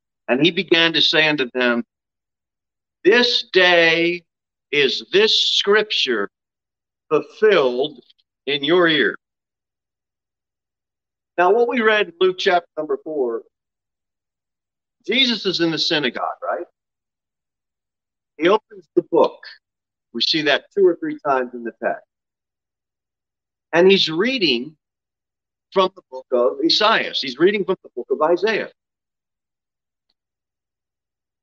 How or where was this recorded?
large echoing room